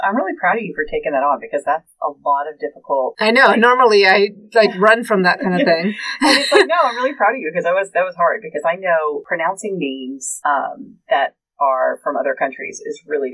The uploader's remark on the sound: Sorry for the bad audio this week, we have no idea what happened, but we tried to clean it up as best we could!